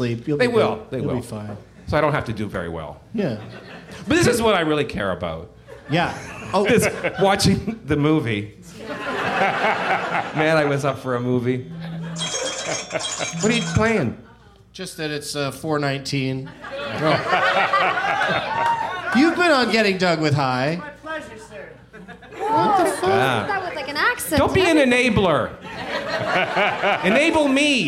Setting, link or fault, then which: setting, live audience